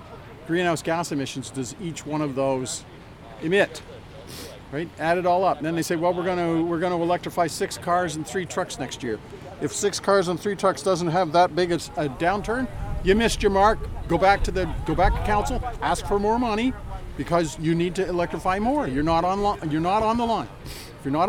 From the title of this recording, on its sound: On Site at the Climate Rally